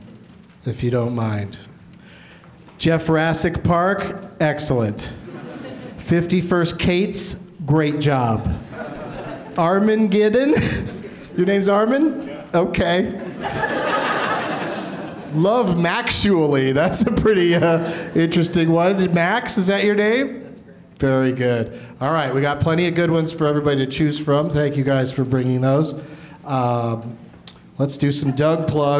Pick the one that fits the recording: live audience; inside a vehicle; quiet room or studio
live audience